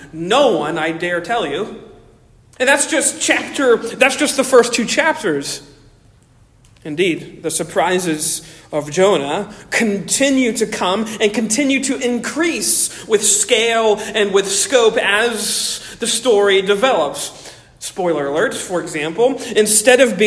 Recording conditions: large echoing room